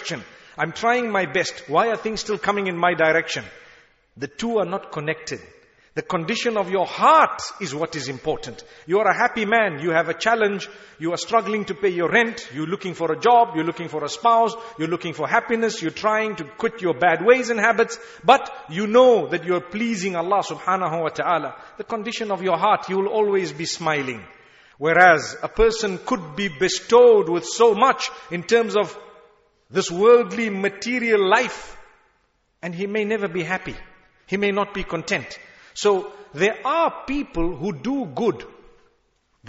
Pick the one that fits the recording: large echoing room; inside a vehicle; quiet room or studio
large echoing room